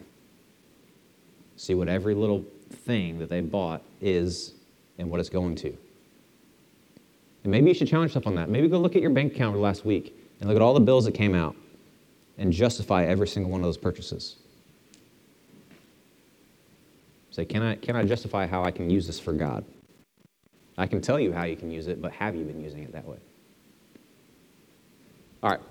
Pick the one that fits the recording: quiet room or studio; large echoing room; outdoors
large echoing room